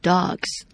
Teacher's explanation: g 是有声的音，所以加了 s 要念 z